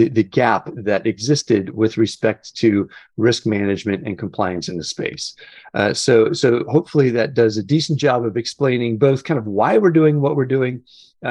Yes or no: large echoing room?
no